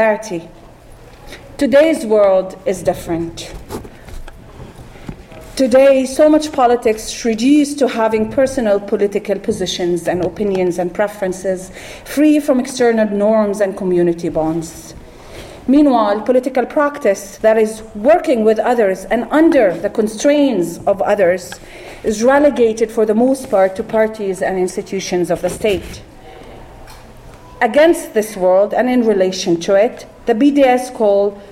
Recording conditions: live audience